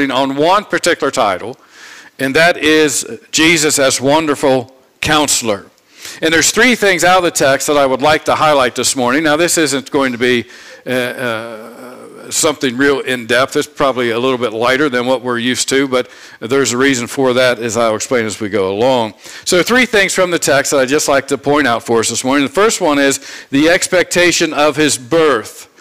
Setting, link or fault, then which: setting, large echoing room